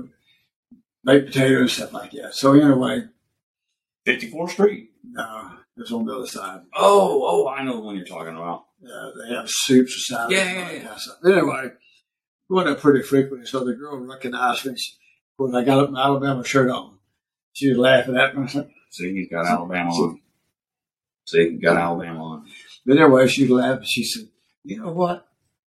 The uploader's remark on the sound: We apologize for our continued technical difficulties.